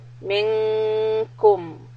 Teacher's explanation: So we do a mim mushaddada idgham with gunna, hold it, and then the noon is ikhfa, and followed by letter kaf. So the when we do the word kum, we are raising the back part of the tongue up to the palate